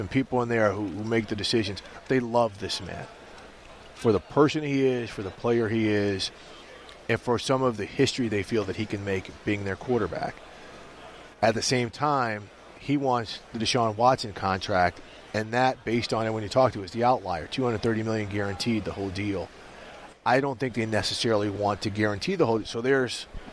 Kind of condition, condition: setting, busy venue